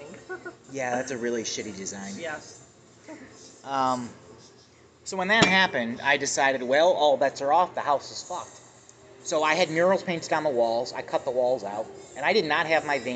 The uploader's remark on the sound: A sit down at Lagano's Cafe (Eastlake, OH)